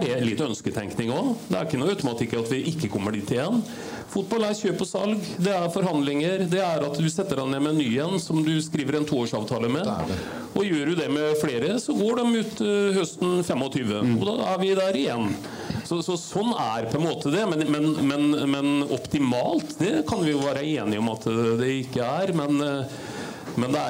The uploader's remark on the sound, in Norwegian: Oppsummerte fotballåret 2023 med en live-fotballpodkast på Olsen Pub.